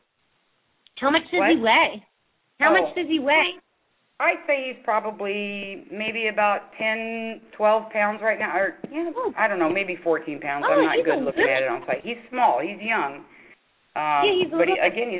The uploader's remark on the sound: open up the lines for listeners to call